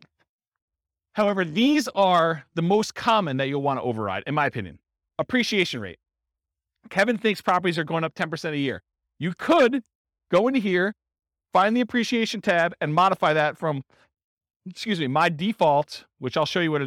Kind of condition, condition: setting, live audience